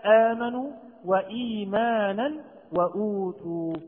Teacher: وحكمه القصر عند حفص بمقدار حركتين كالمد الطبيعي تماما، في نحو كلمة إيمانا، إيمانا الهمزة قدمت على الياء، وآمنوا الهمزة قدمت على الألف، وأوتوا الهمزة قدمت على الواو.